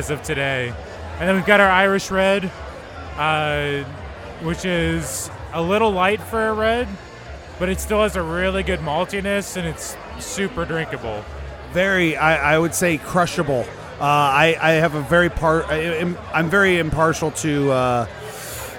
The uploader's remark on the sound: Live From Medina Beer Fest